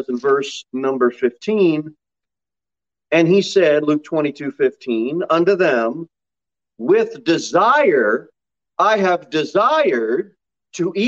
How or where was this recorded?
large echoing room